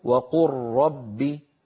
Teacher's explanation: المتفق عليه من إدغام الحرفين المتقاربين، أولا اللام في الراء